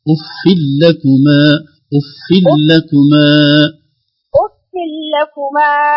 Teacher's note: هذه تنوين بعده لام واللام ليس فيها غنة ابدا